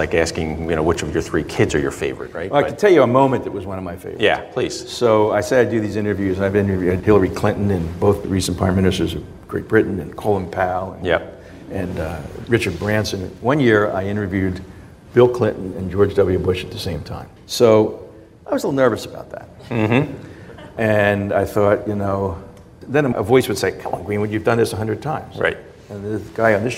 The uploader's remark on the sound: We gathered with a live studio audience at Thomas Jefferson University and Jefferson Health.